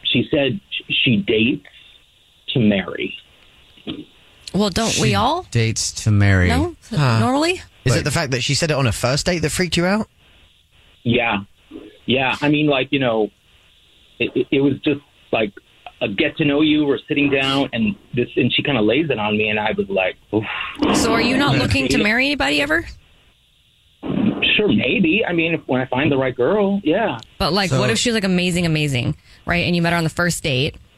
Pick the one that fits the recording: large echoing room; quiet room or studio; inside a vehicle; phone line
phone line